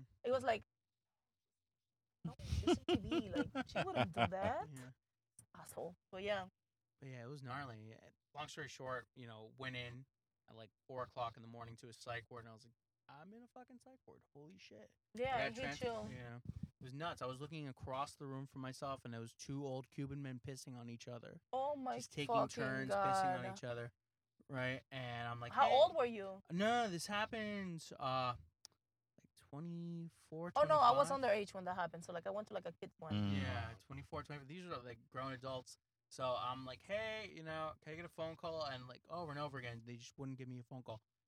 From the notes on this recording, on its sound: On this episode, we are in the car